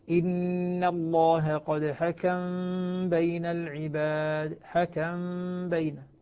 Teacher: فالآن عندنا إذن الميم قبل الباء، العمل الذي يكون نسكن الميم ونخفي الميم عند الباء مع الغنة · Term: الإخفاء الشفوي